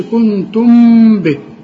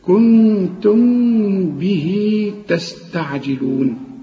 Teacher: كل ميم في القران يجي بعديها ب، الميم بتكون ساكنه بدون تشكيل تخفيها، ما تستعملش شفايفك وتضمها · Shown in: second take